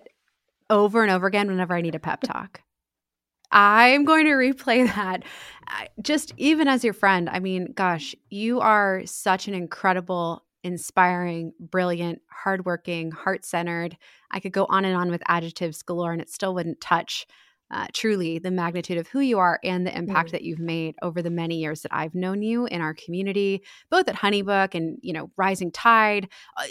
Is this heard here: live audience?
no